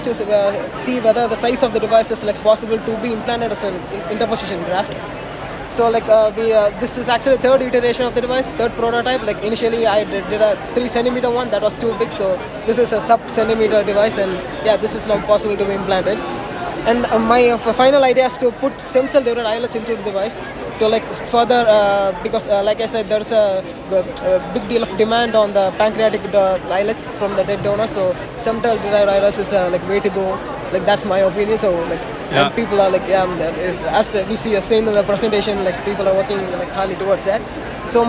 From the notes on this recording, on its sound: recorded during Day 1 of the Islet Study Group 2023 poster session